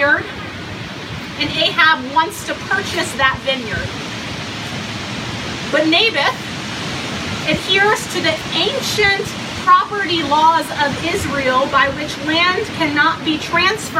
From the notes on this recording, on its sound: Worship Among the Leaves (an outdoor recording)